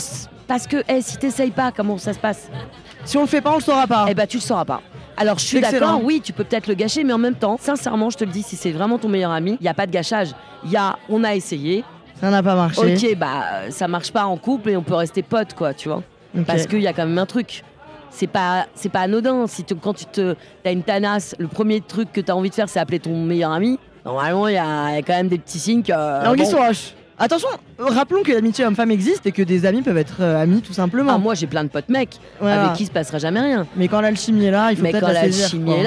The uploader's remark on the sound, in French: Deuxième épisode au festival du film de comédie de l'Alpe d'Huez.